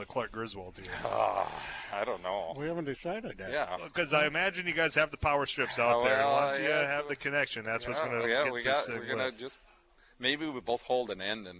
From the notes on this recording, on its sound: live at Chub's Pub and Package Place